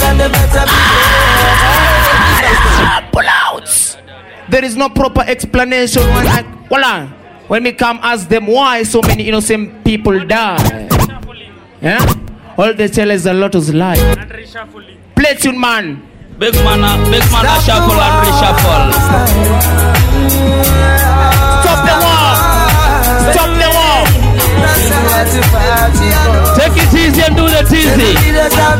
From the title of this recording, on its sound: Live at Nyanza House Club (2005)